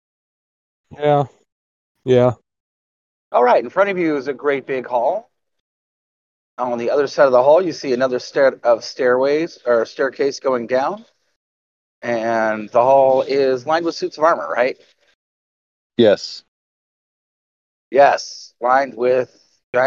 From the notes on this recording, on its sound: Excuse the bad recording, two of us were on the road.